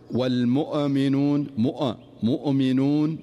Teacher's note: الزيادة في الهمزة أو الزيادة في نطق الهمزة والتكلف فيها هو الذي ينتج عنه هذا الخطأ، وهو قلقلة الهمزة